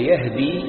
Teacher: وقرئ يهدي بفتح الياء وكسر الدال